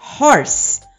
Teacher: Já em horse, que também se inicia com a letra H, eu tenho uma situação diferente. A pronúncia é horse, como se esse H funcionasse como um R, né?